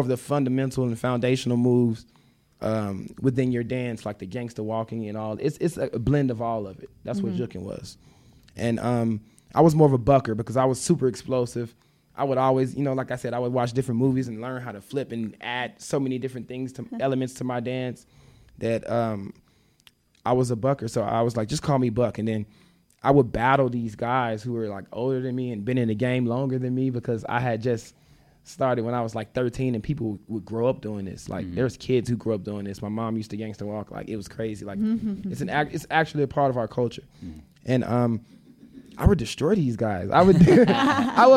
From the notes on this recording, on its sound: Today we are bringing you a live podcast recording from the Vail Dance Festival. This live podcast was recorded at Manor Vail Lodge.